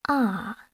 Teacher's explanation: Fourth tone, a falling tone, represented by a downward diagonal line.